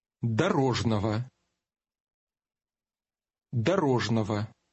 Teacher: When G and O appear together in the middle or at the end of a word, the G will often have a V sound.